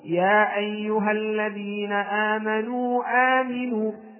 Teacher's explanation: الوجه الأول هو القصر، يعني أن تأتي بالمد المنفصل وتعطيه حركتين، ثم التوسط فتأتي بالمد المنفصل وتعطيه أربعة حركات، ثم عندنا فويق المتوسط أو فويق الوسط، ومن الممكن أن تسميه إشباعا وهو أن تعطي المد المنفصل خمسة حركات.